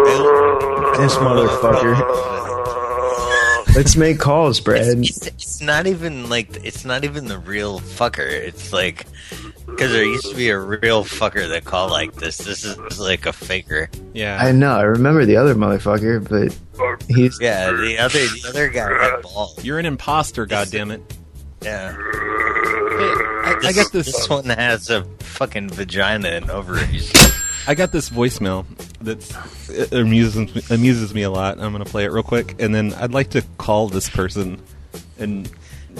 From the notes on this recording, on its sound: …'s Personal Prank Phone Calls Collection.